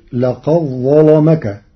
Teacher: بإدغام الدال في الظاء، فتصير لقد ظلمك مع تغليظ اللام لوقوعها بعد الظاء المفخمة.